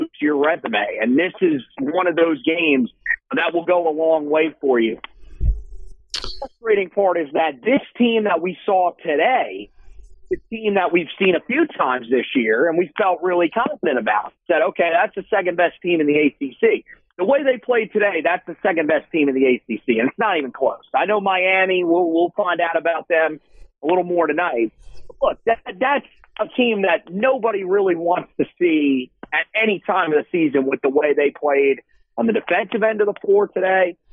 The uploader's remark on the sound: over the phone